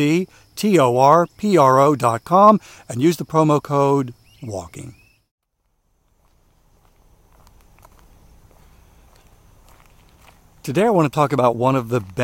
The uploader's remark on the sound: during today's ten-minute walk